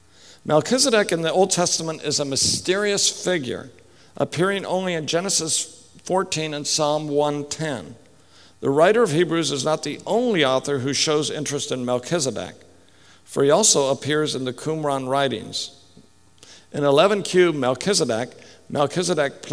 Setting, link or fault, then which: setting, live audience